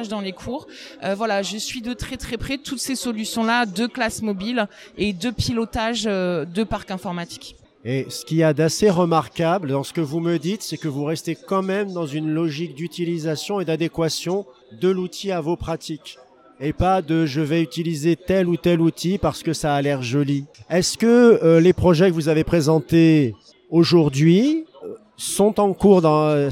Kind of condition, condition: setting, busy venue